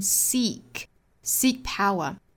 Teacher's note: seek 这个词应该是一个长音紧音的 e 的发音